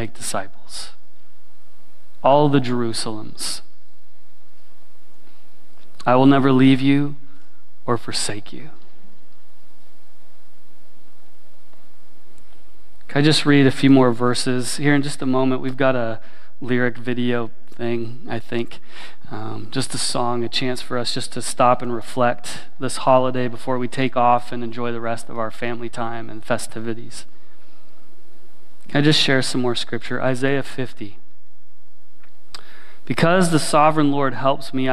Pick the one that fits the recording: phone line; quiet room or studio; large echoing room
large echoing room